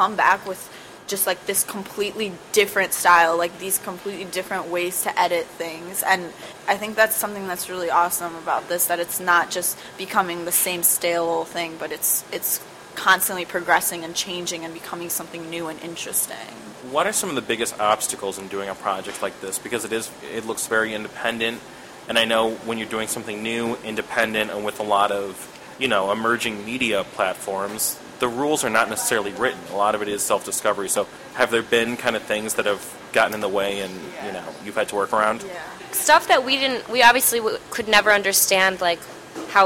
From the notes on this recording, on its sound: In an interview recorded at a local cafe.